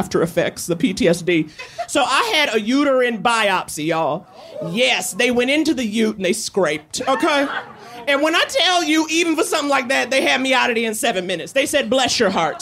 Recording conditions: live audience